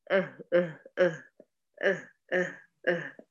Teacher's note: يبقى أقصى الحلق تخرج منه الهمزة ثم الهاء · Term: الهمزة والهاء